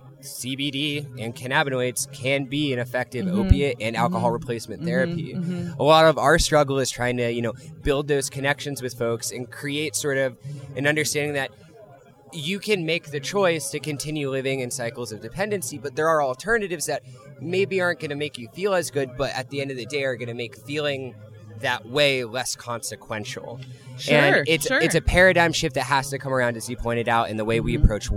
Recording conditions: busy venue